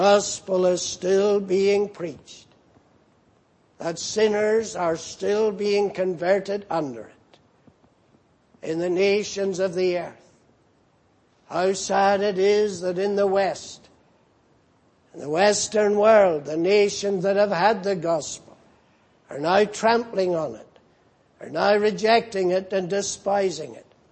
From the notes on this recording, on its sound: Preached in Grafton. At the Lord's Day Morning service on 13th January, 2019.